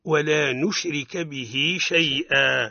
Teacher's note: نجد هاء الضمير أو هاء الكناية بين متحركين، الحركة الأولى هي حركة الباء، كسرة الباء، والحركة الثانية هي فتحة الشين. إذن وقعت بين متحركين حكمها الصلة بمقدار ألف